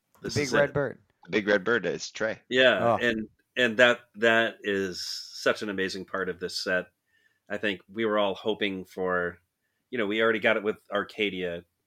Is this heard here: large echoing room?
no